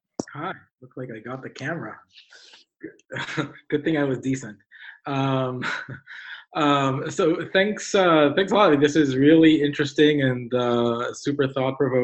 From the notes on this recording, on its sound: These "podcasts" are the direct audio recordings of TFIN Webinars. As the original format was a video webinar, please excuse any brief technical difficulties and note that presenters may refer to slides.